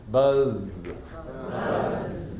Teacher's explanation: It needs that extra little length to the Z's.